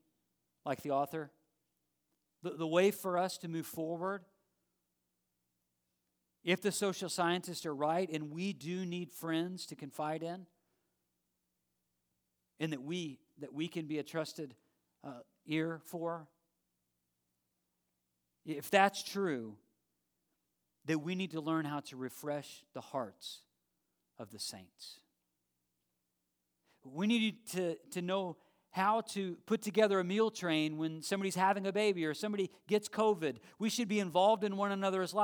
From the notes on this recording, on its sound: Live stream of our Sunday worship gathering at Dublin Bible Church.